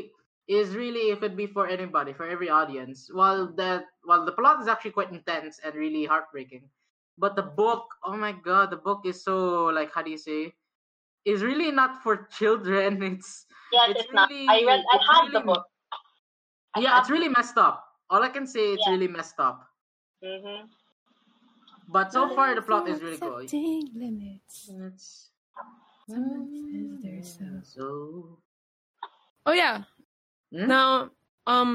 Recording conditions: poor sound quality